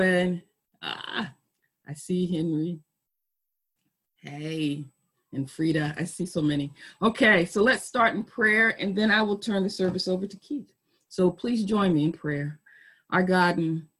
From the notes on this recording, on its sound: Our Zoom streamed service